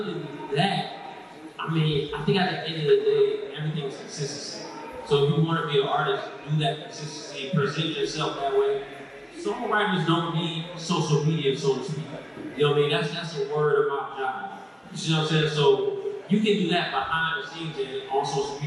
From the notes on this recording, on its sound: The conversation continues live at Indie Fest in Atlanta Ga. Take their final live audience questions at Indie Fest.